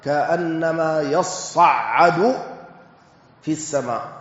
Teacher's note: أدغمت التاء في الصاد لأن مخرجهما قريب، فإن التاء تخرج من طرف اللسان مع أصول الثنايا العليا، والصاد تخرج من طرف اللسان مع أطراف الثنايا السفلى.